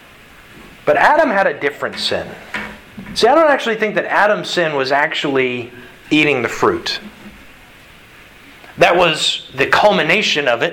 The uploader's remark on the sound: Sermon delivered to the Galena Bible Church, Sunday March 6th, 2022